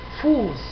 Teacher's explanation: se pronuncia como una S sorda. En realidad equivale a una doble S.